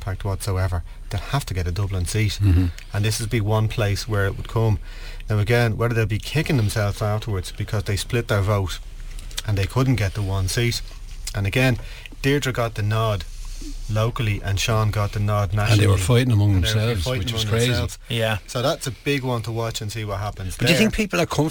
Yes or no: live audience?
no